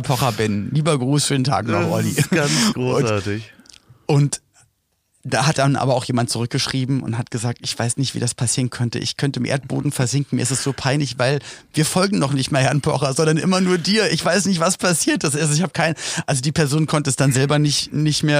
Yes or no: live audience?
no